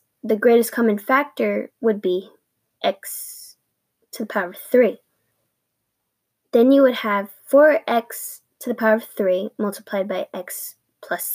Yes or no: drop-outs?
yes